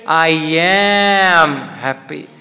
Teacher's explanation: am is the tonic syllable